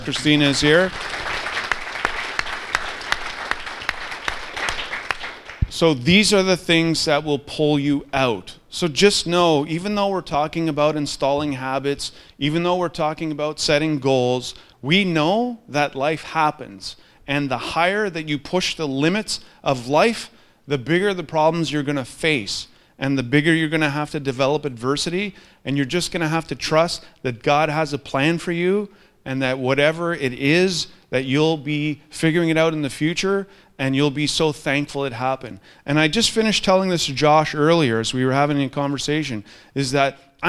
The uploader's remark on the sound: in front of a live studio audience